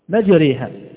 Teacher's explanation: فلو أنها ألف لكانت مجراها، ولو أنها ياء لكانت مجريها. فهذه الألف الممالة وقعت بين الألف والياء، وهي ألف ممالة، لا نقول ياء ممالة ولكن نقول ألف ممالة، فهي فرع عن الألف الأصلية، فهي فرع عن الألف الأصلية.